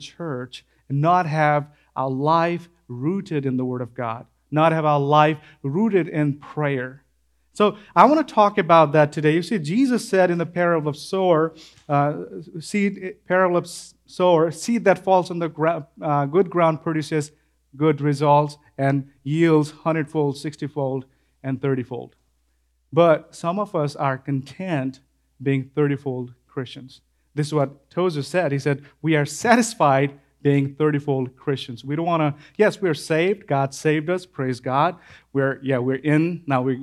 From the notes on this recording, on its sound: This sermon was preached at Crosspoint Church in Starkville, Mississippi.